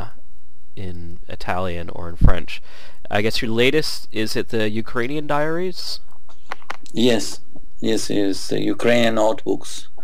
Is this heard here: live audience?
no